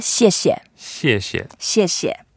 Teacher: when you say the second 谢, you have to put it much lighter.